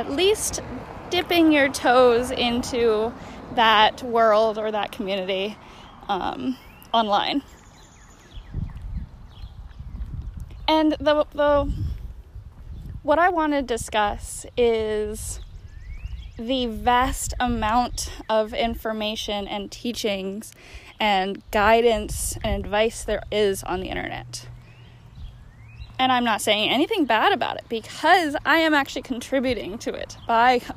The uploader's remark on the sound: The intro was recorded on my walk home from the park!